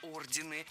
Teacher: Если бы речь шла о знаках отличия, то было бы все в порядке. Но когда мы говорим об организациях, то ударение нужно сохранить на первом слоге, как и в начальной форме.